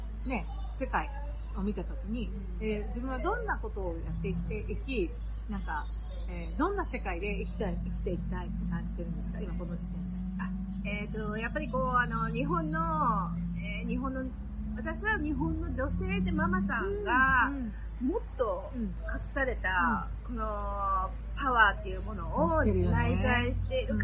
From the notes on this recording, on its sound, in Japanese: 室外での収録のため、大変聞きずらいと思いますが